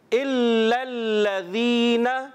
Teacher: اس کو ہم زال کلیئر کریں گے، زا سے نہ بدل جائے. حرف مدہ ایک الف کھینچیں گے، پھر دوبارہ میرے ساتھ مل کر الا الذین. · Term: زال کی ادائیگی